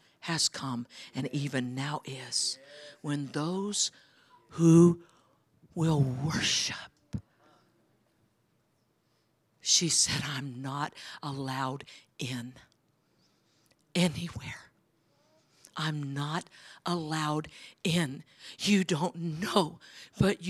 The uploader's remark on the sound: is from the Sunday service on December 10, 2023 at Harvest Bible Church in Stockton, CA.